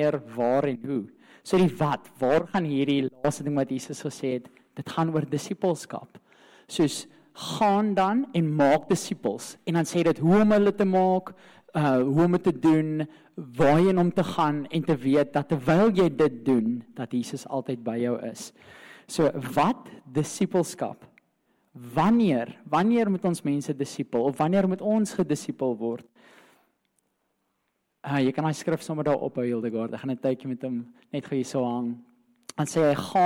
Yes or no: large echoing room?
yes